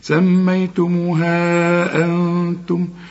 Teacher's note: نون وبعدها التاء، والتاء من حروف الإخفاء في غنى برضو